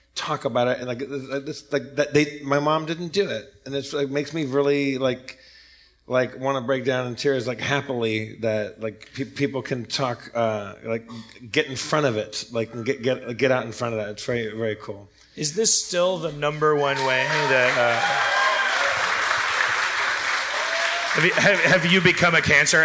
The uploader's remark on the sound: LIVE at San Francisco Sketchfest 2016!